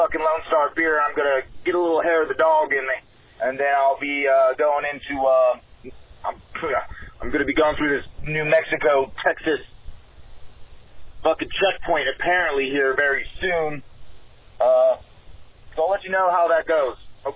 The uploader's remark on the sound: Phone calls.